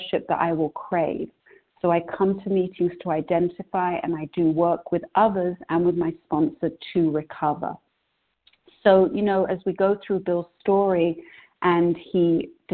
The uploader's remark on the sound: 100 Pounders Phone Meeting on 12/8/20